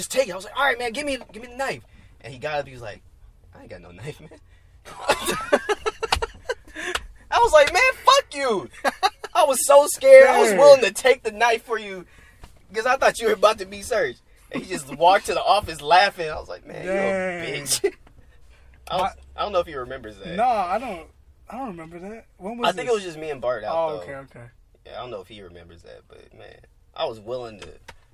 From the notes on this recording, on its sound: jumps in the car to talk